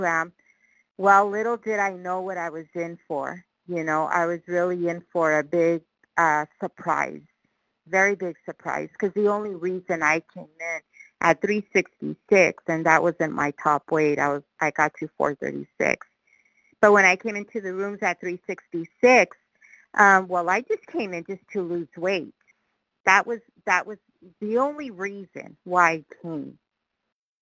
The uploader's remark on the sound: qualification from the 100 Pounders Phone Meeting